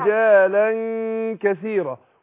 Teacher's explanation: خدي بالك الاخفاء، اقول رجالا مع الغنة حركتين، شوف الاخفاء ازاي، اخفاء النون التنوين عند الكاف